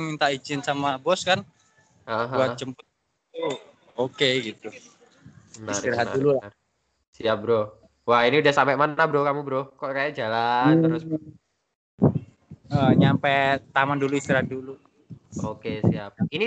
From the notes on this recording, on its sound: Live In Chinatown London